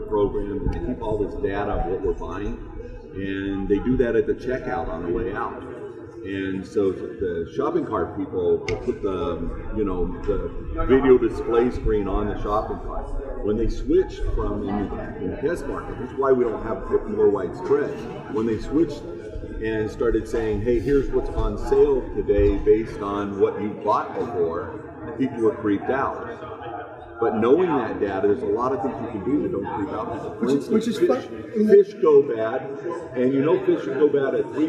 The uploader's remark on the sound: live at IBM InterConnect